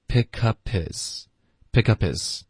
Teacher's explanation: Pick up 跟 his 也需要再次连读，his 的 h 音我们就省略